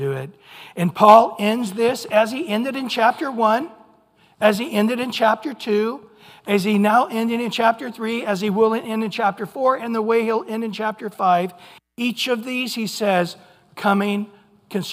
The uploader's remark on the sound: Recorded at Calvary Chapel of Los Alamitos. Sunday Morning Sermon.